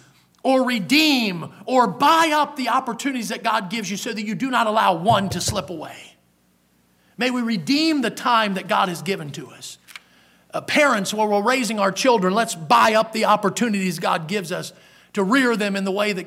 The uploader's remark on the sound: in the Sunday Morning Service on February 5, 2023, at Victory Baptist Church in Boonsboro, Maryland.